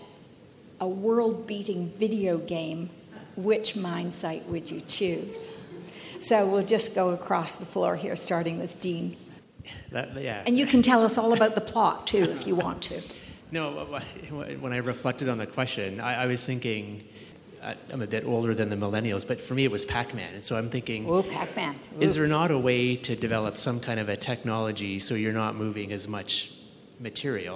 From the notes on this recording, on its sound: This episode features the Next-Gen Leaders Panel at The Northern Miner’s annual Canadian Mining Symposium held at Canada House in London, U.K., earlier this year.